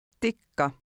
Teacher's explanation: Look at number 5, which contains a double K. It makes a sound like the letter combination CK in the English word kicker, but it's held longer.